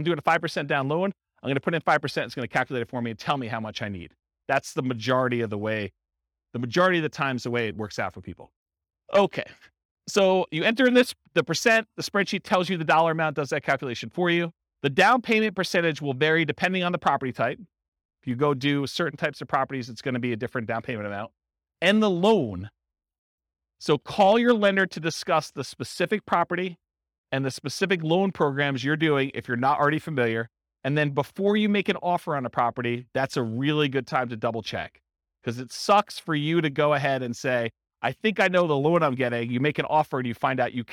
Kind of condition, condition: setting, live audience